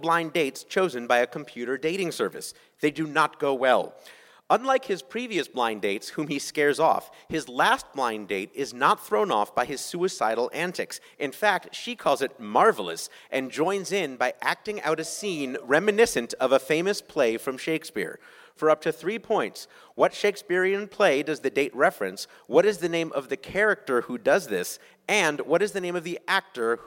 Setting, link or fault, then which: setting, busy venue